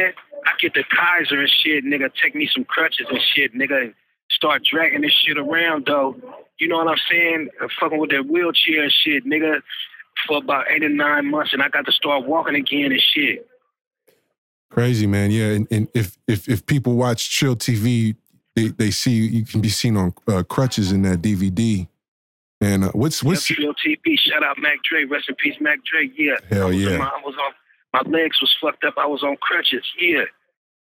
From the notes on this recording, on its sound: Exclusive interview via phone from jail.